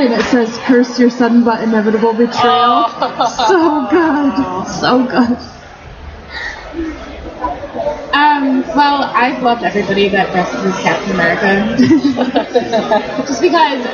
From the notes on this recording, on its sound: Live from Indy PopCon 2014.